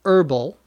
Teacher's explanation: Notice we don't normally pronounce the H.